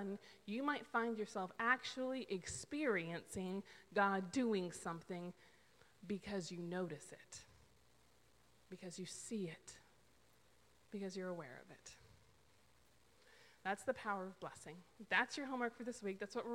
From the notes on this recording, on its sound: This is the sermon audio taken from December 5th's worship service.